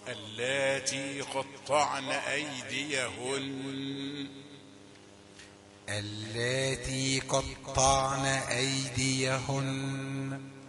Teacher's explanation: الغنة حركتان وصلا ووقفا